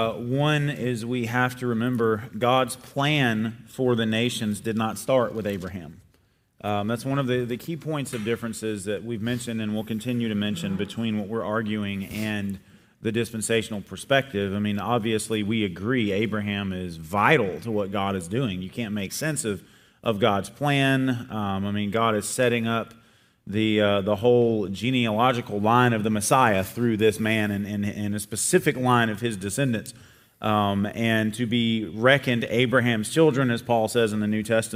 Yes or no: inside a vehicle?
no